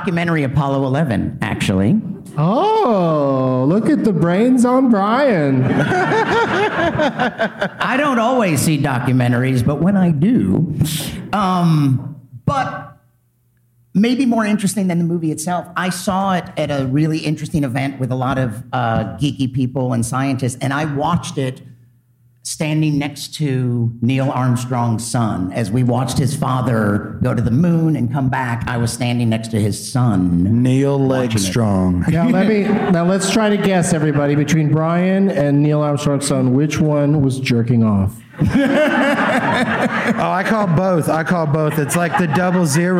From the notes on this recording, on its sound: Live from Goodnights Comedy Club in Raleigh